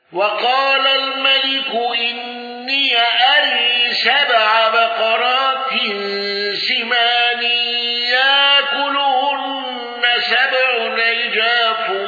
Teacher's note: أبو عمرو بالإمالة وتحقيق الهمس